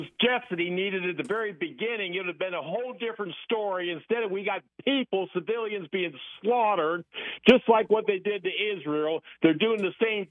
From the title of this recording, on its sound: Saturday Morning Open Phones